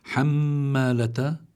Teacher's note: عندنا ميم مشددة في وسط الكلمة فلا بد من إظهار الغنة فيها